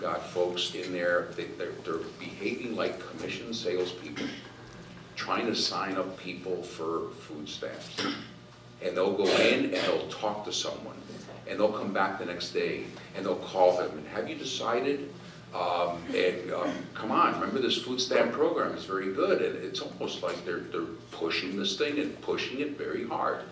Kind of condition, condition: setting, live audience